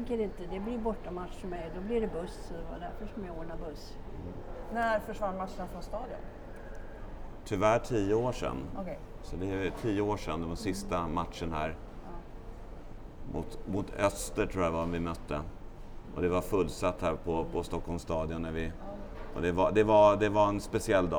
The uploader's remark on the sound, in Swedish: Det är en bullrig miljö vi är i så ljudet varierer lite!